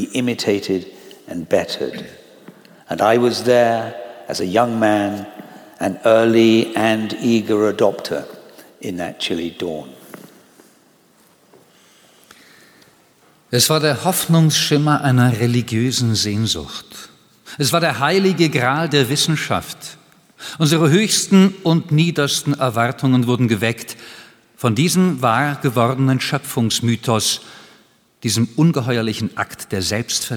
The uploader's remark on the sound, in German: in der großen Aula der LMU München in englischer Sprache aufgezeichnet.